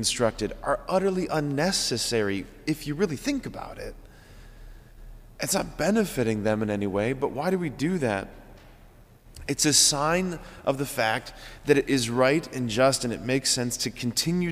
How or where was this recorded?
large echoing room